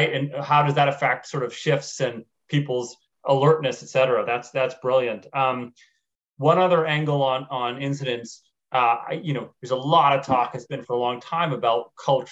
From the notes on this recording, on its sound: You are listening to audio from a webinar in the Safety+Health Webinar Series presented on Jan.